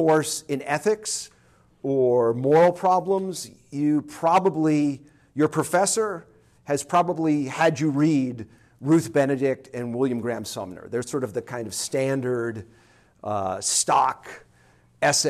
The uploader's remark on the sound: This lecture was given on September 7, 2023, at Tulsa